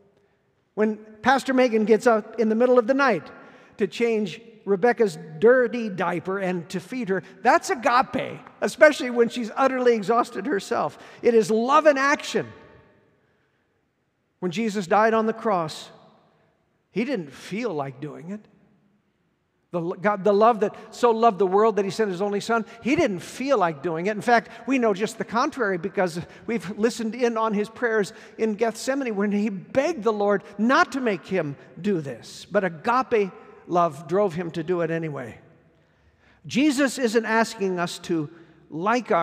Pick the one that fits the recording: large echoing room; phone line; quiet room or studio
large echoing room